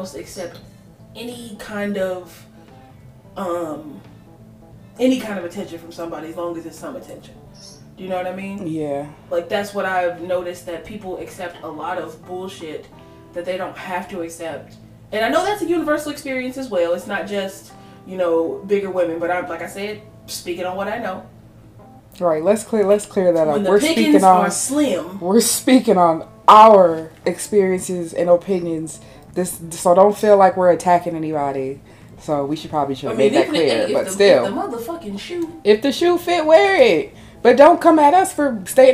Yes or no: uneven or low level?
yes